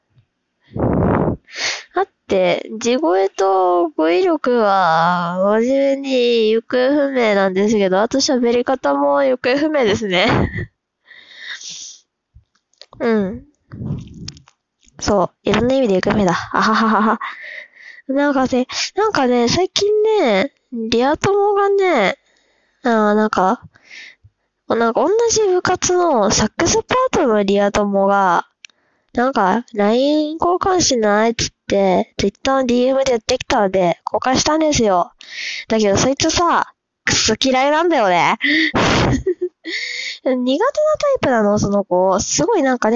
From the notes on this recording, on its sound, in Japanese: 今回音声が超聞き取りにくいです……スイマセン…(雑音のオンパレード)。